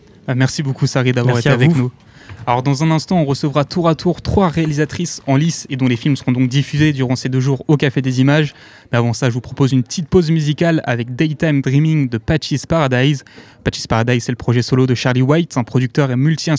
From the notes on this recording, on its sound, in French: Le festival Si cinéma, en direct du café des images. Emission spéciale en direct du café des images. Quelques capsules réalisées sur place.